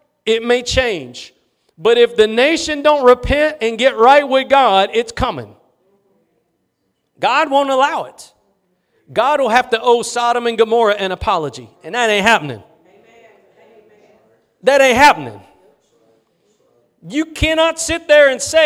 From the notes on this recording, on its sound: Preached at Gospel Lighthouse in Bossier City, La.